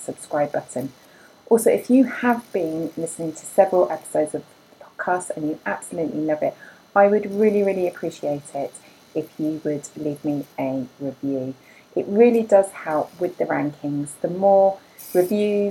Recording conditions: background noise